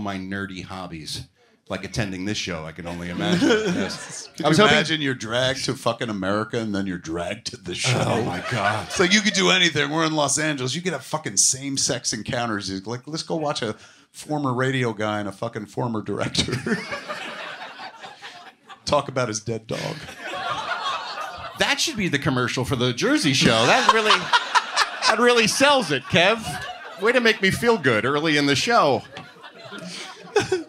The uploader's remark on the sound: perform live at Flappers Comedy Club in Burbank, CA on May 20, 2023.